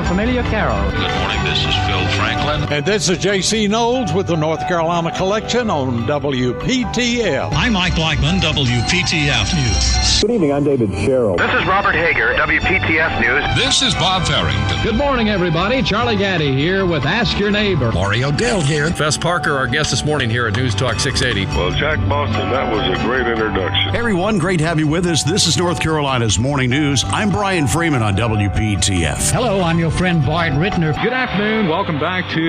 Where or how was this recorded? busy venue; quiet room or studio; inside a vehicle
busy venue